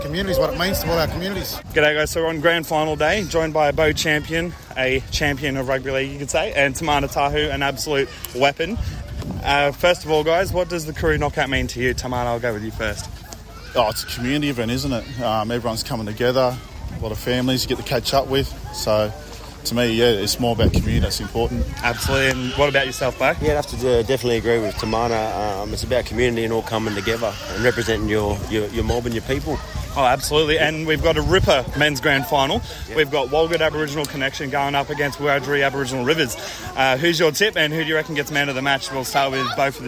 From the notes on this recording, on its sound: We went on location to the 2023 Koori Knockout.